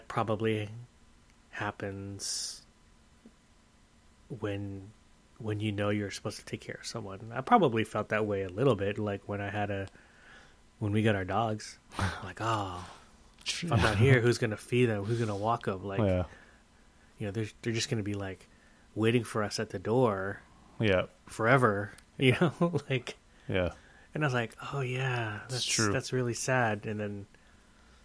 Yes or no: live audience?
no